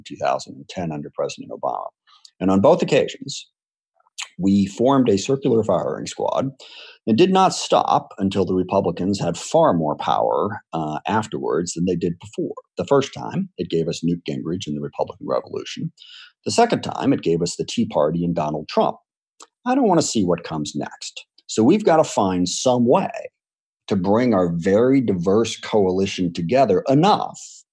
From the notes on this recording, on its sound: This discussion was recorded live for an online town hall on Saturday, June 20th, 2020.